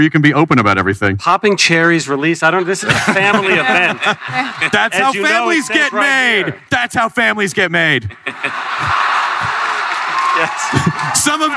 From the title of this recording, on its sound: Comicon Marvel Panel 2014